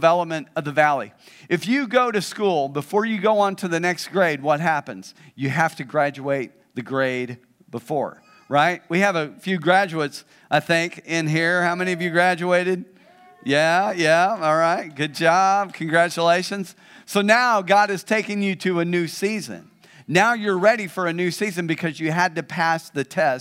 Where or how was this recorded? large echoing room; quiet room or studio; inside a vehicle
large echoing room